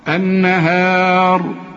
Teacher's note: الراء هنا مفتوحة تفخم عند الوصل وعند الوقف